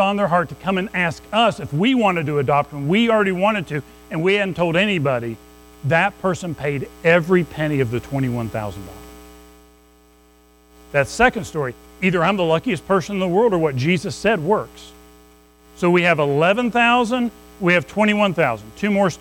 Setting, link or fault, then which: setting, large echoing room